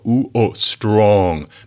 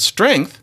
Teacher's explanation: strong is over there in the back. It's a kind of an O. Ooh, oh, strong. But then strength is up in the front. Whole in the back.